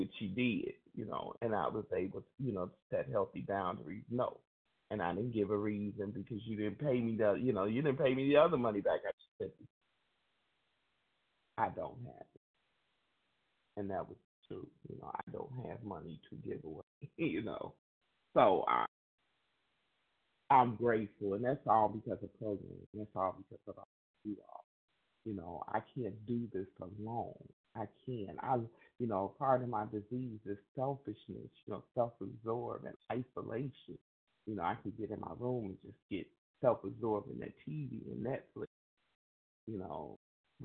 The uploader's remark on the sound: from the 100 Pounders Phone Meeting, 12/20/23.